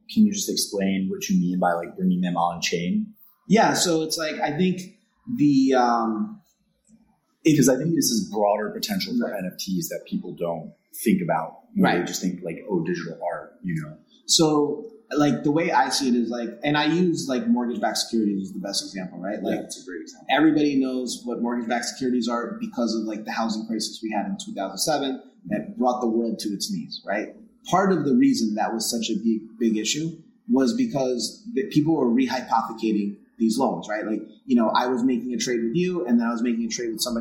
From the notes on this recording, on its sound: This was my first in-person recording in nearly 1.5 years. I forgot a bit of the best practices I had learned from previous episodes, so the sound quality is not the best.